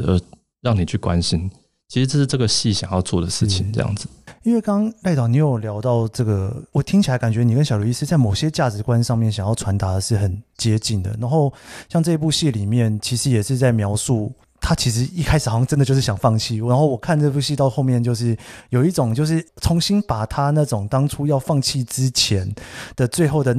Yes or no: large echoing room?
no